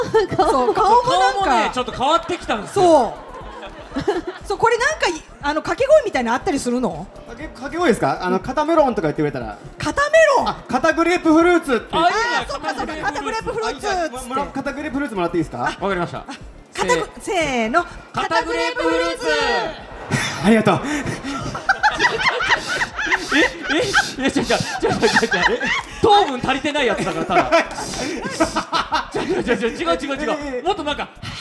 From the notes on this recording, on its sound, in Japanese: 2023年2月26日ららぽーと豊洲で行われた、グレープカンパニー所属芸人による公開収録の模様をお送りします。